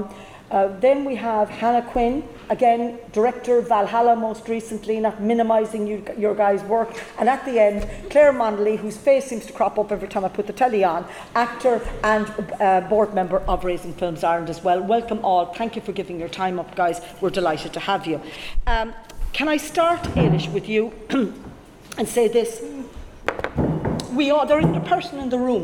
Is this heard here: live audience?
yes